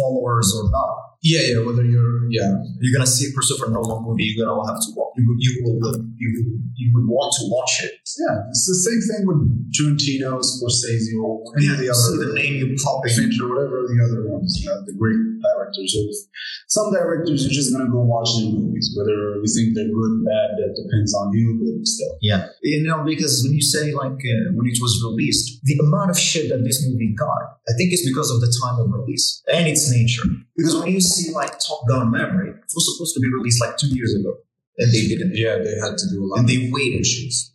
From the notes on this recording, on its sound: We do kind of apologize for the sound quality, we are trying our best on a zero budget.